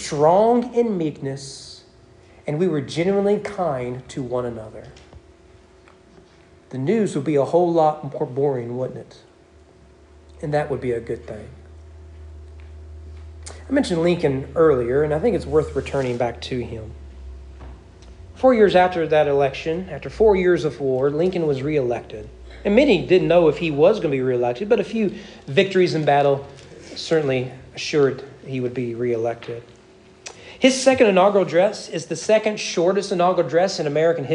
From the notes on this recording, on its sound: Sermon preached on September 25, 2022 during morning worship at East Frankfort Baptist Church.